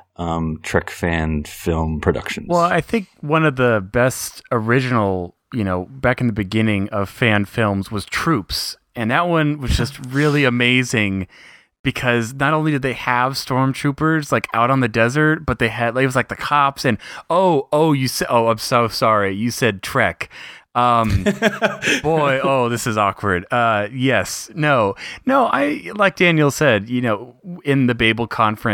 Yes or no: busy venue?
no